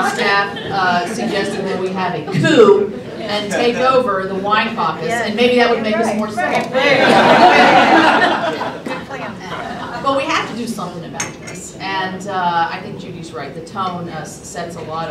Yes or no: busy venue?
yes